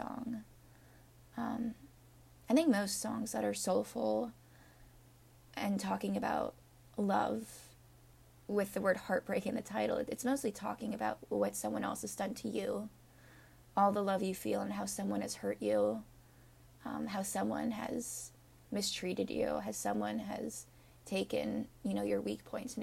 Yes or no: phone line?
no